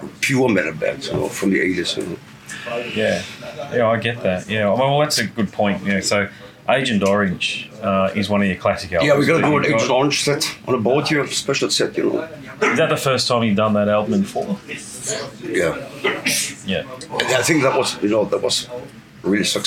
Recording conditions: busy venue